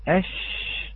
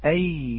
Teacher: الشين أقرب من الياء لكنها أطول، نعم لصفة التفشي فيها